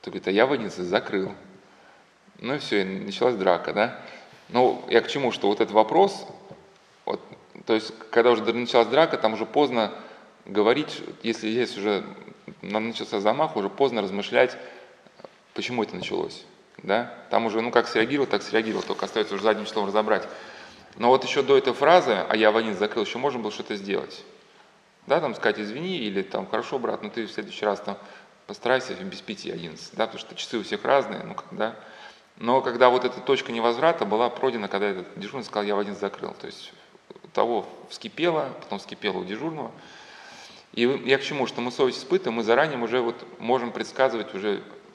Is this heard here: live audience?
yes